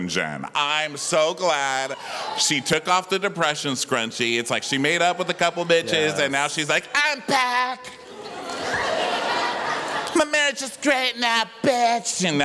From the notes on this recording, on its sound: We're live from The House of Blues in Houston, TX.